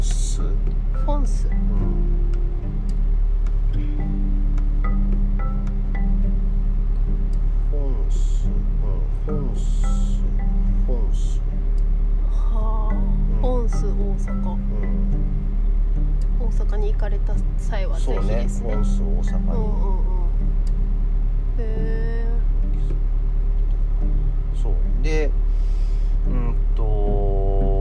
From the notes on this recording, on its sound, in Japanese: 初野外！俺たちの有明海後編。30度超え太陽の下の暑さに耐えられず、近くに停めていた車に移動して後編。